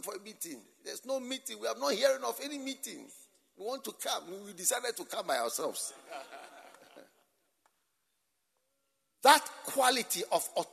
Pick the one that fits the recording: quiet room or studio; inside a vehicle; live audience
live audience